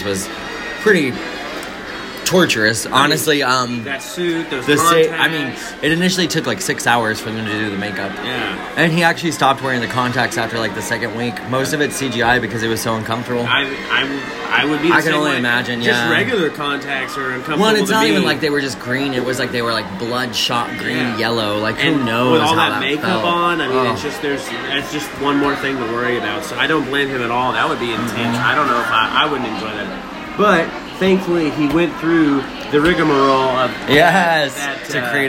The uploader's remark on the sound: we come to you live from Seuss Landing at universal studios Islands of Adventure